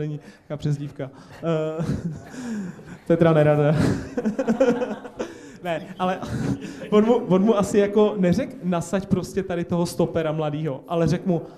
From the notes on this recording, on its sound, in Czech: Premiérově se natáčelo před živým publikem.